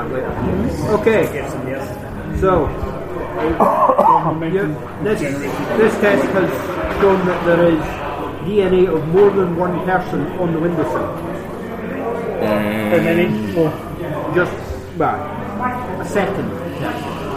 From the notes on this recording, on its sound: I apologise for the background noise, it was something that couldn't be avoided since we were at the Falkirk District Wargames Club where we played it. The interuptions from other people couldn't be avoided either, and since they were intersperesed by play then I couldn't really edit them out.